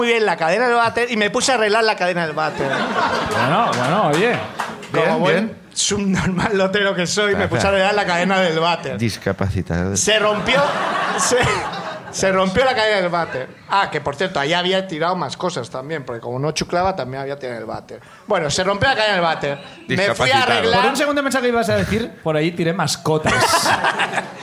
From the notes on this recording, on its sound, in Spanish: Como siempre, el público también participa